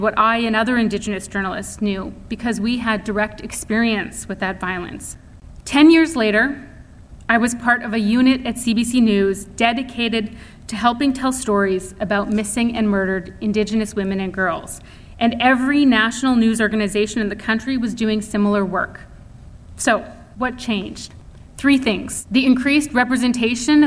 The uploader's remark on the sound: Indigenous Speakers Series Lecture she gave at Vancouver Island University